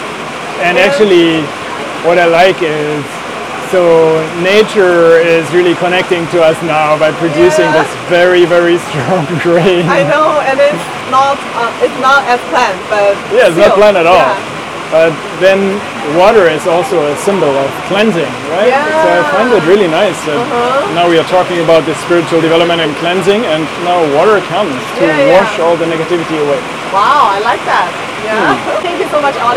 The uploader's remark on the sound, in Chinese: 本期播客是在巴厘岛乌布的一家cafe录制，录音环境并不理想，且在最后的十分钟下起了倾盆大雨。